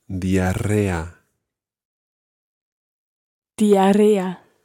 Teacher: There's a double R sound in there, and you really have to roll those R's.